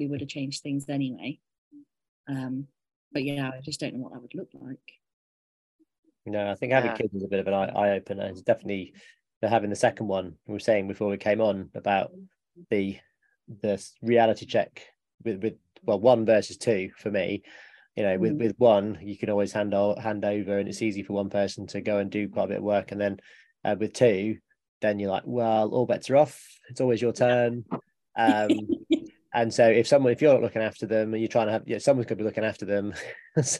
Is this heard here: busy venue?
no